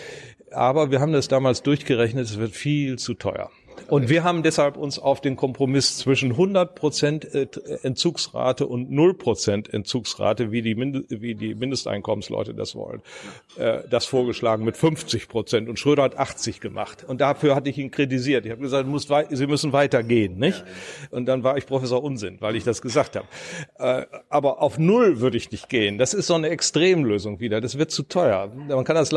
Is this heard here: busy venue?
yes